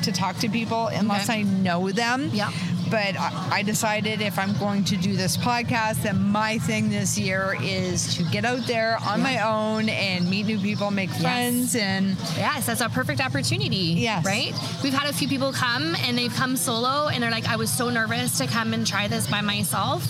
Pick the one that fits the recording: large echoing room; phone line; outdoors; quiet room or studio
outdoors